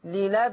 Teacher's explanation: فتقليل الألف يترتب عليه ترقيق الراء